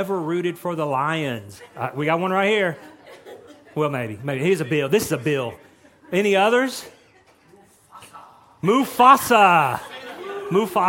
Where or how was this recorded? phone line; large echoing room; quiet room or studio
large echoing room